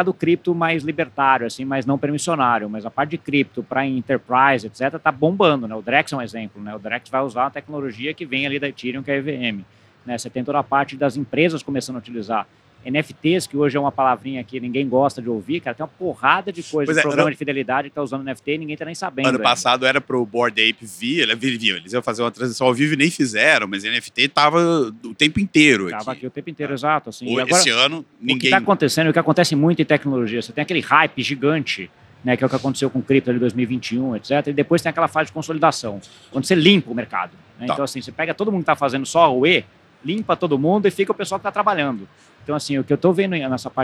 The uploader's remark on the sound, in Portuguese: Gravado diretamente do Web Summit em Lisboa